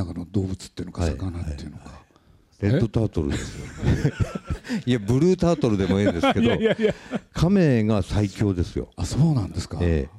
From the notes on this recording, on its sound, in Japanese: 代官山蔦屋書店で行われたトークイベント